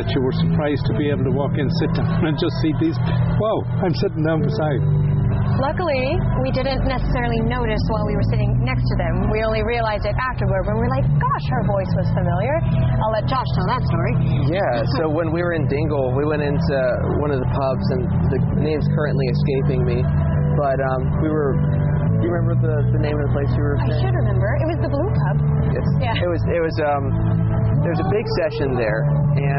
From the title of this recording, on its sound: In Conversation at Goderich Celtic Roots Festival